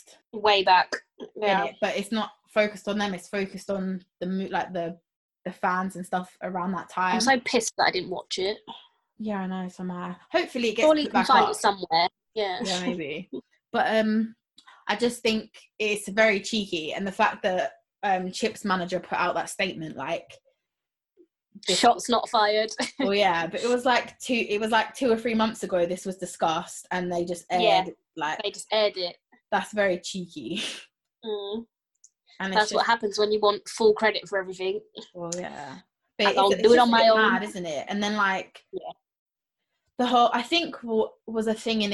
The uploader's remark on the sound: We are still practicing social distancing so if the audio isn’t the best, we can only apologise.